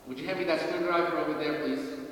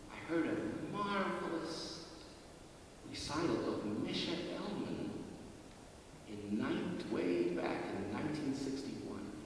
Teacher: you tend to use a voice that doesn't have a whole lot of airiness in it · Shown in: first take